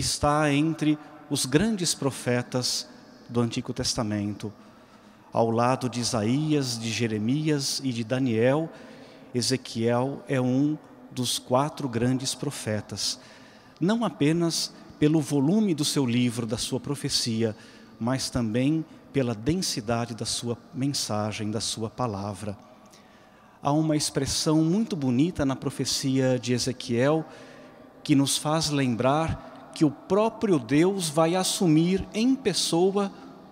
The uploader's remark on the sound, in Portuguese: Santa Missa direto de Aparecida